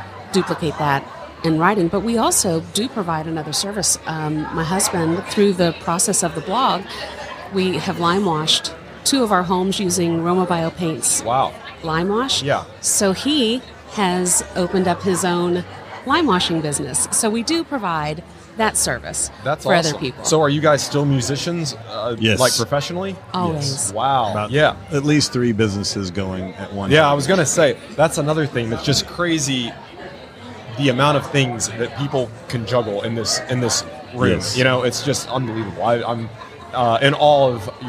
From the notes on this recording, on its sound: LIVE from HAVEN 2022. At their third HAVEN Conference.